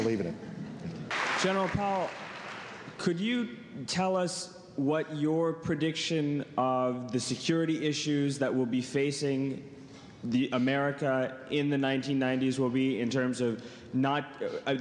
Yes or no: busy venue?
yes